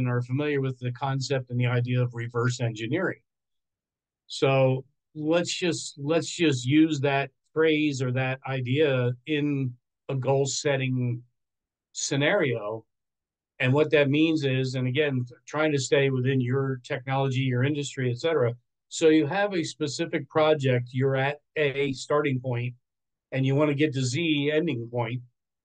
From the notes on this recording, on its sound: This is a recording from our 5amMesterScrum meetup event. The event was a zoom call in with social media live.